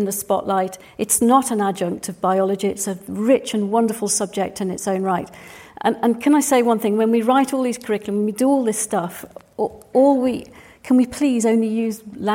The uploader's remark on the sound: This week we're coming at you from Stratford-upon-Avon with the first part of our conversation from the Live at the RSC Festival. This conversation was recorded at the Royal Shakespeare Theatre as part of the Live at the RSC Festival.